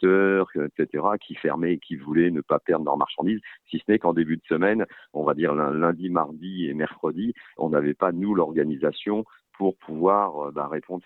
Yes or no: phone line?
yes